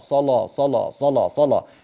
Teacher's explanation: ثم تأتي إلى كلمة الصلاة ص لا لا ص لا لا كما أفعل هكذا، تفصل الحرفين، لا تأتيني بالكلمة كاملة الصلاة، لا ص لا، تفصل تفصل بينهما في الصوت حتى تستطيع أن تنتقل إلى اللام المغلظة، ثم تجمع الحرف مع الحرف، تقربه شيئا فشيئا حتى تجمعه، فتصير بدلا من ص لا ص لا تصير ص لا ص لا ص لا ص لا ص لا ص لا، هكذا لسانك يعتاد وينطلق فتقرأها قراءة صحيحة.